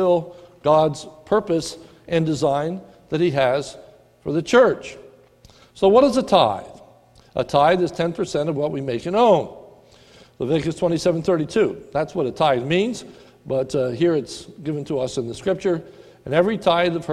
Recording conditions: large echoing room